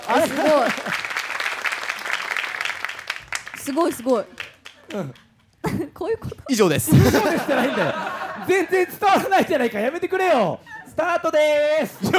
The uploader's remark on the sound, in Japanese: 東京アナウンス学院から公開収録（２週目）。